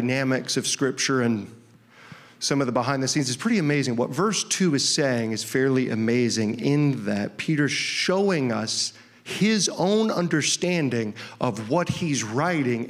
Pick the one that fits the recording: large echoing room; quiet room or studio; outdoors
large echoing room